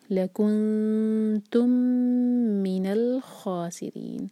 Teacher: یہ ادغام مثلین ہو رہا ہے، ادغام شفوی. ہولڈ کریں گے میم کو · جب نون کو لام سے جوڑیں تو خیال رکھیں کہ لام پر جھٹکا نہ آئے